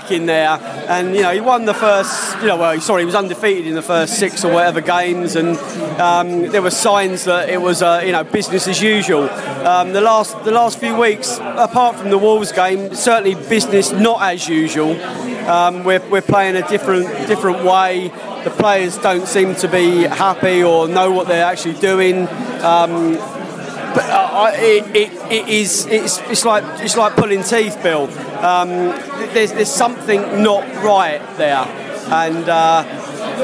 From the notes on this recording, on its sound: Post-match podcast from the pub. We speak to Brentford and Charlton fans in the pub after the match.